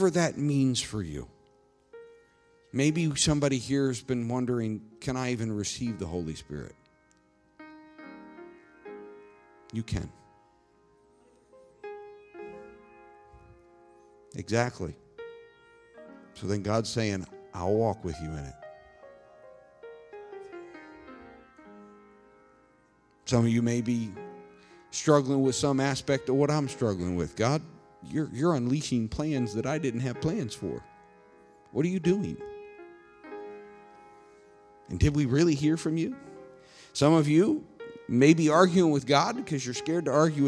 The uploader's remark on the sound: This sermon was recorded live on November 21st, 2021, at Newark United Pentecostal Church.